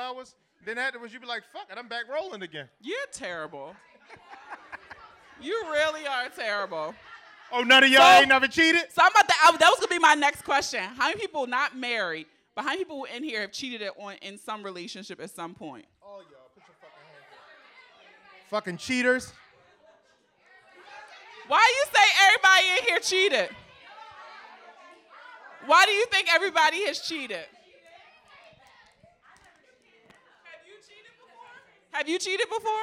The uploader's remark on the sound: FULL audio of the #BoonieLive Philadelphia show